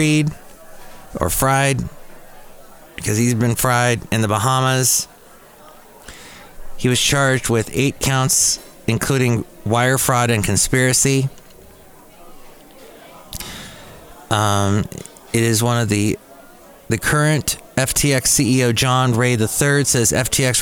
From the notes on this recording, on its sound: podcast live from Cafe Anyway